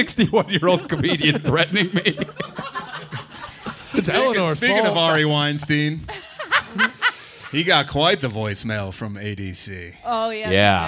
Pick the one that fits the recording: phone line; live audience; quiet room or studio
live audience